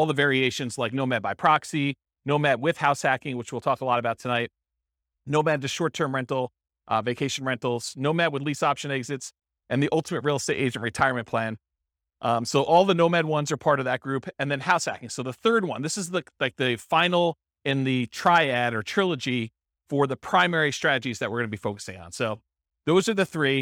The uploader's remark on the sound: This was a live class recorded. Henderson, Nevada.